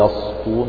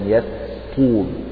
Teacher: فخم الطاء وفي نفس الوقت حافظ على ترقيق السين · Shown in: second take